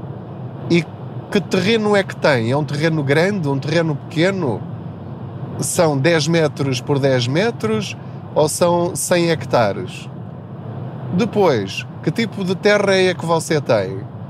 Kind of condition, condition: fault, background noise